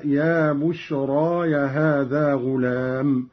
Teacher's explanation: قوله تعالى: قال يا بشرى هذا غلام، قرأ قالون بياء الإضافة أي إضافة البشرى إلى نفسه مع فتح الياء هكذا: يا بشرى يا هذا غلام.